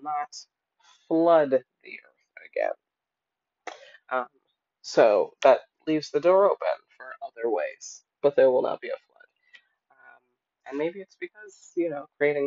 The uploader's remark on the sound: Forgive the audio quality in this episode!